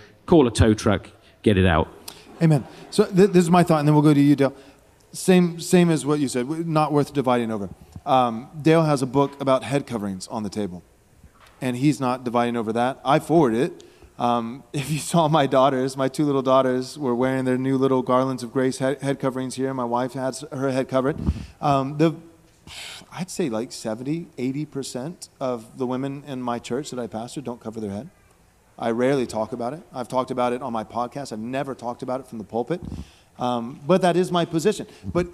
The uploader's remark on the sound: This is the First Panel from our Theonomy & Postmillennialism Conference.